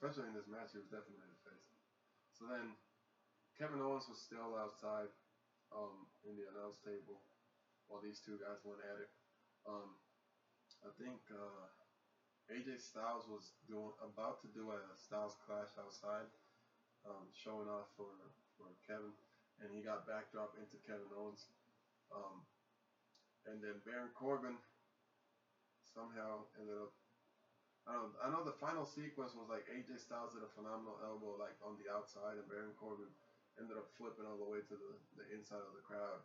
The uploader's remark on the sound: Excuse the lack of sound. Technical difficulties.